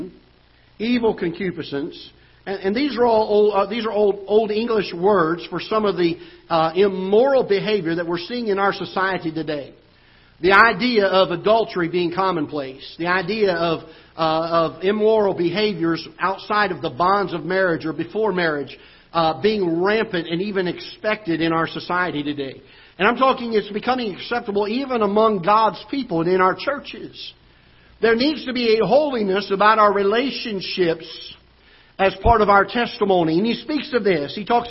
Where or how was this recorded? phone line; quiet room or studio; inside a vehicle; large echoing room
large echoing room